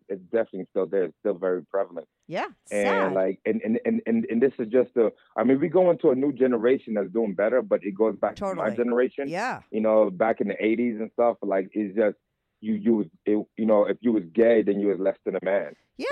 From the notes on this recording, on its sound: called in to talk all about it